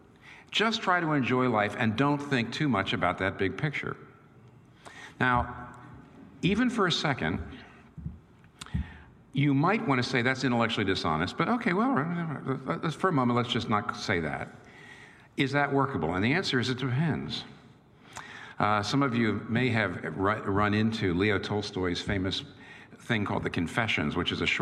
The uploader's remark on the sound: This talk was recorded before a live audience. In New York City.